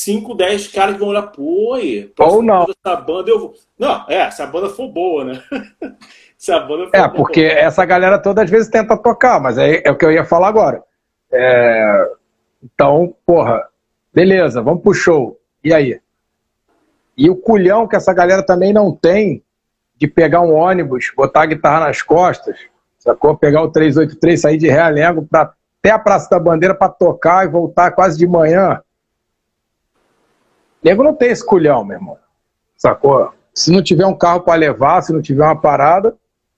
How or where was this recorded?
video call